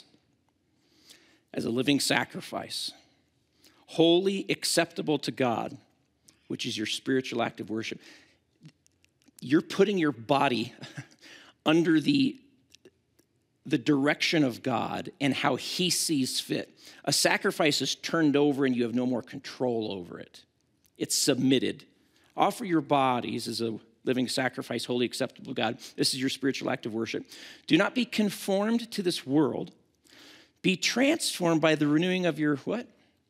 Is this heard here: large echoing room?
yes